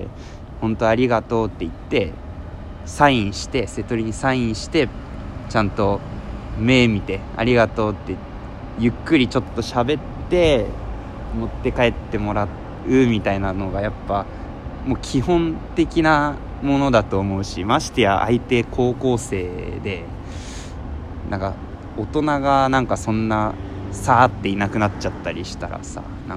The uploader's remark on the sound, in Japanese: 今回は急遽オープニングなし、曲なしの外での収録をしました。